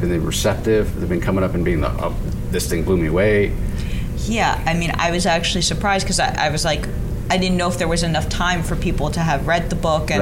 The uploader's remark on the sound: LIVE from SDCC '23.